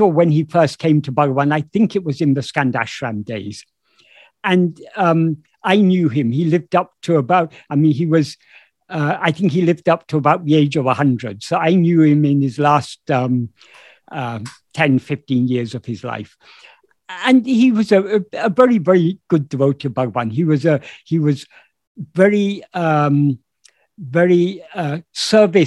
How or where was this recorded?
video call